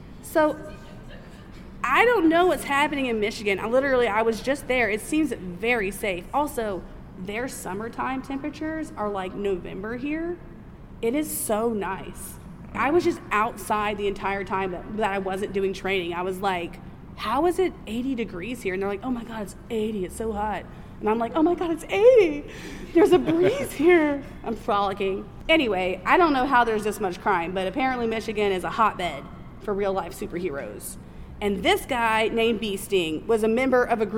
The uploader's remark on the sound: The audio is a little rough on this episode because we recorded it live at our very first convention! However, I have edited it.